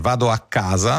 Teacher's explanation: Come vado a casa, sì, per esempio, nell'italiano standard, richiede una doppia C tra A e casa, che è un raddoppiamento · Term: raddoppiamento fonosintattico